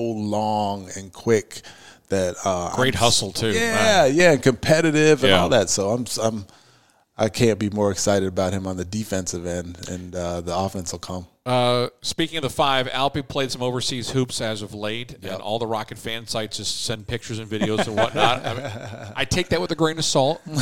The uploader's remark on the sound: broadcasts LIVE from 2022 Houston Rockets Media Day